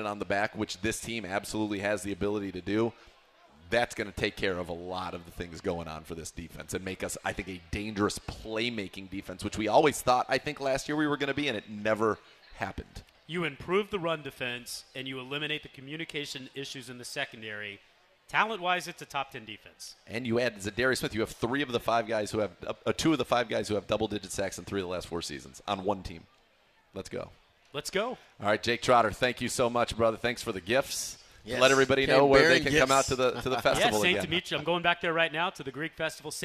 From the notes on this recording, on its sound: live from the ESPN Cleveland Block Party (beginning at 47:34)